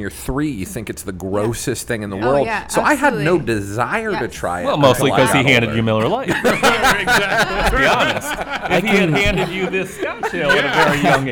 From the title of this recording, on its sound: Live From Nostalgia Brewing Company